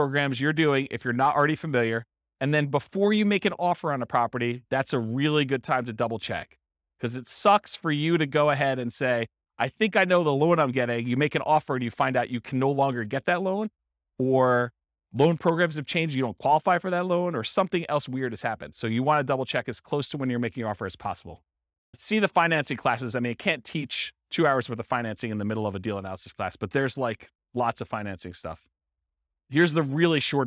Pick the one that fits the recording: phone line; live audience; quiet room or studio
live audience